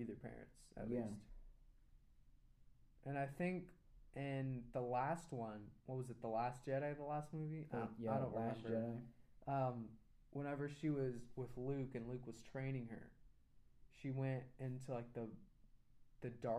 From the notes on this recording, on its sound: Sorry about the quiet audio still trying to work out the kinks.